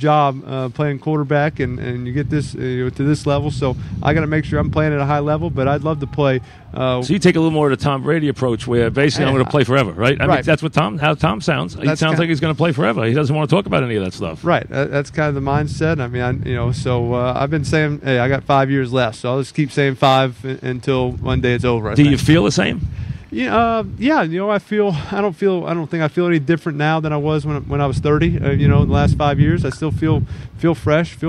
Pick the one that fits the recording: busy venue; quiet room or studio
busy venue